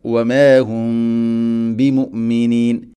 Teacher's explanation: വമാഹും ബി മീമിനെ അവിടെ ഗുന്ന ചെയ്യണം, ഇഖ്ഫ ഷഫവി എന്നാണ് പറയുക. വമാഹും ബിമുഅ്മിനീൻ ഇങ്ങനെ മീമിനെ അവ്യക്തമാക്കി മണിക്കണം.